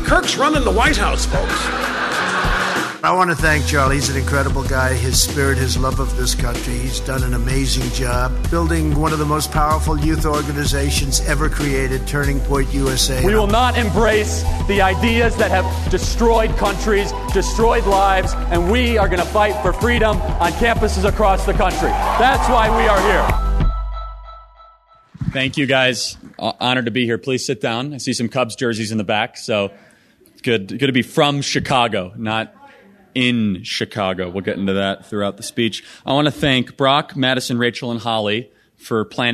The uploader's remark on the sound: Speech live from America’s heartland.